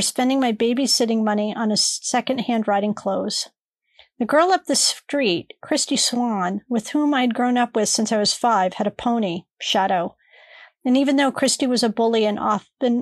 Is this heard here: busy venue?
no